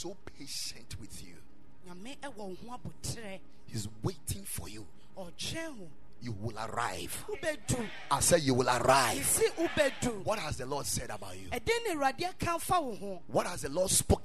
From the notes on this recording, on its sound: Preached at Ekklesia Chapel